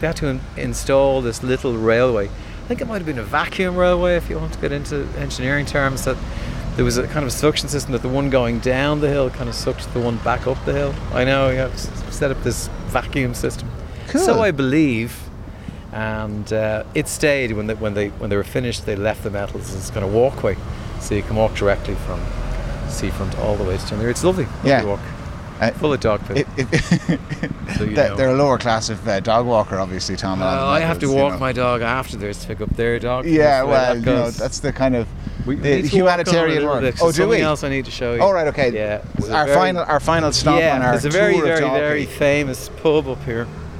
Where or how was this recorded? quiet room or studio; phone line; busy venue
busy venue